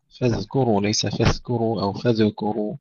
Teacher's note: ترقيق الفاء والزال وعدم قلقلة الزال أيضا وعدم تحويلها إلى ثاء